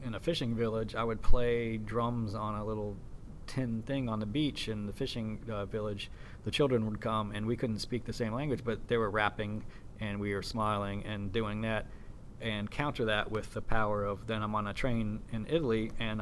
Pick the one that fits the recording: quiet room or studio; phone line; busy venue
busy venue